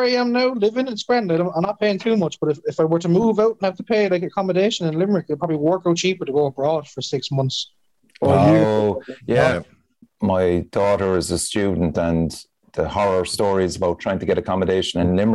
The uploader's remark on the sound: Organised a Podcast via Zoom.